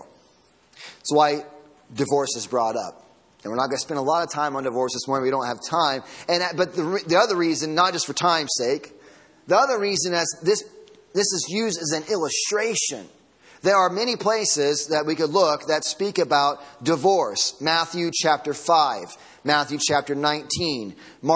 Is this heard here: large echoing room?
yes